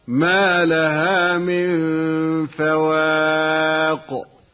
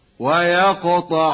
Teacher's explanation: فالوقف مثلا على القاف هكذا: ما لها من فواق، أقوى من قلقلة القاف وصلا هكذا: ويقطعون.